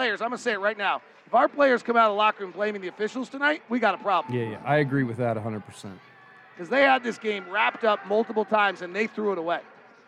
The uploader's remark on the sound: Postgame press conference audio